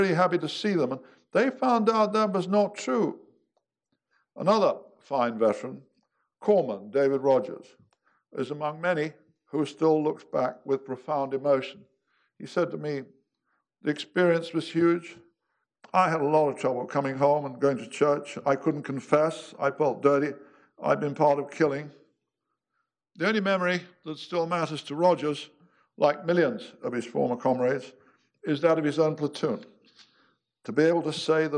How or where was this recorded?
large echoing room